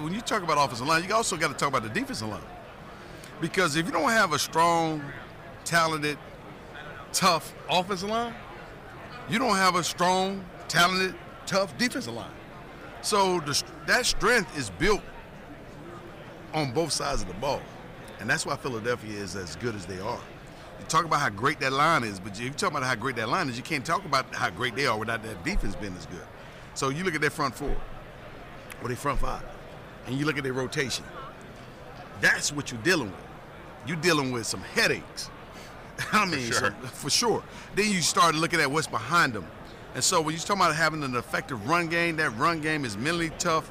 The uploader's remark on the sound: From Radio Row